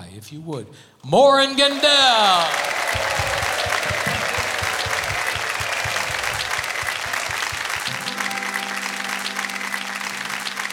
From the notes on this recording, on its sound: Live at the SouthPoint Casino